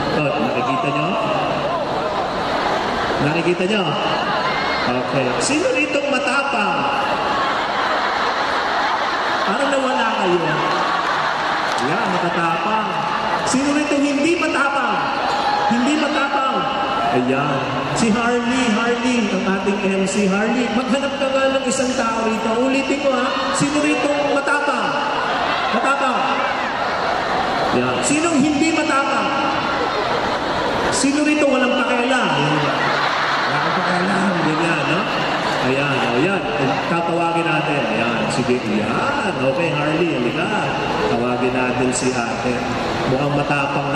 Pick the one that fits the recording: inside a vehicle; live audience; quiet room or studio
live audience